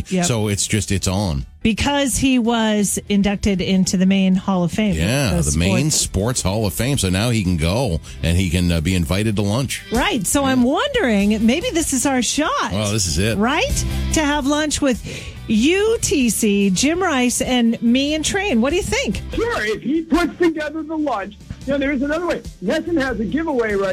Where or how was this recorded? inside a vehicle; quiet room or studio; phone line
phone line